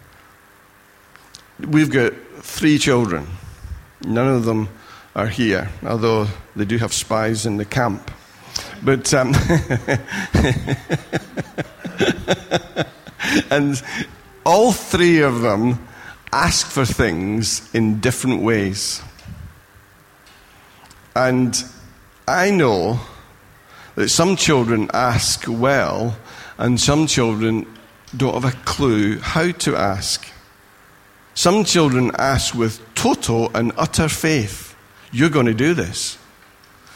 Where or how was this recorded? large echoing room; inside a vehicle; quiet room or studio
large echoing room